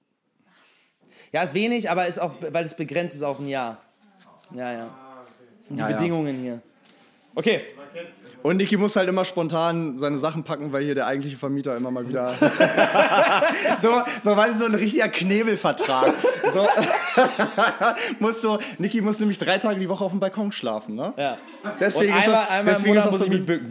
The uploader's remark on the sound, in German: Ein besonderes Aufeinandertreffen unserer geschätzten Podcast-Community und eine zeitlose Live-Aufnahme